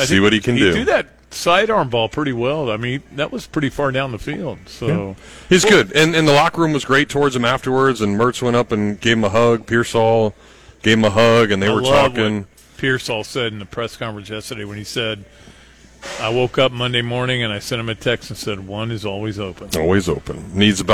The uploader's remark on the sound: live from the Gainesville Hilton